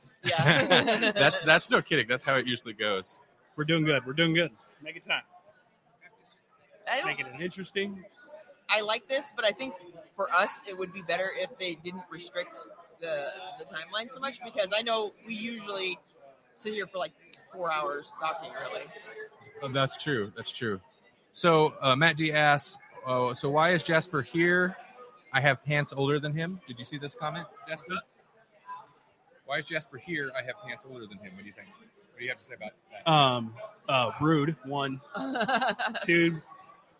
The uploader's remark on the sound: Live from O Con Expo 2019 in Council Bluffs, Iowa!